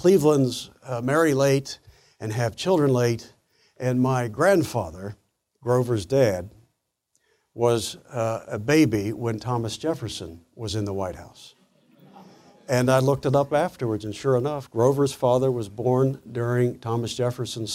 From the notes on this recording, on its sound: presentation was delivered as part of the 2014 Acton Lecture Series